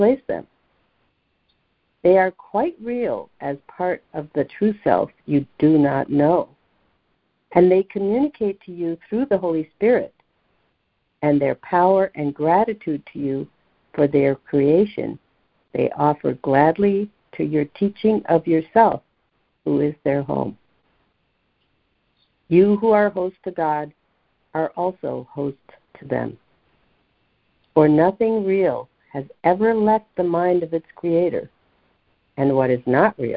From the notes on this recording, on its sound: ACIM Daily Conference Call.